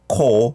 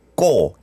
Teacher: Try to make your inside of mouth like kind of pressed before you say this 꼬. It's kind of tense in there, right? · Shown in: second take · Yeah. 꼬.